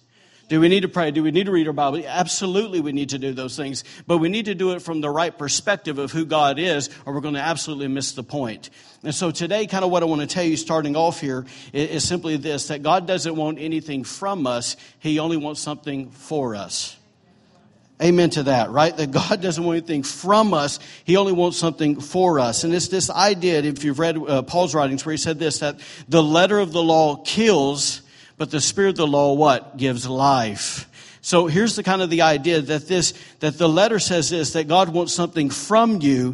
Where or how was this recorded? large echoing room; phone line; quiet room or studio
large echoing room